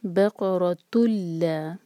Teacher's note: تو یہ ہے ادغام بغیر غنہ کا، کیونکہ لام پر شدہ ہے تو نون کی آواز بالکل نہیں کریں گے